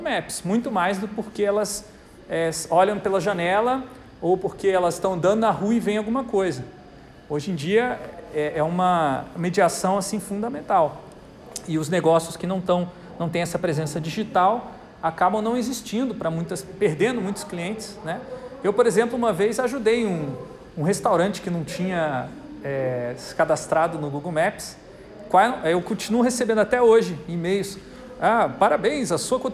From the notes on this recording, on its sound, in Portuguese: Aula gravada na disciplina Projetos para Pessoas do Bacharelado em Design da UTFPR